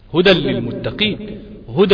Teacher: بشدد في الراء واللام من غير ما غنة في النون، مش هعمل غنة. · Term: الادغام بغير غنة